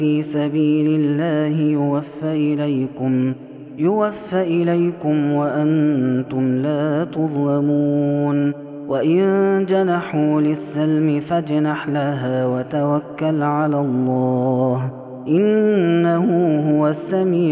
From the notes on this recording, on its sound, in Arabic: هذا التسجيل من صلاة التراويح.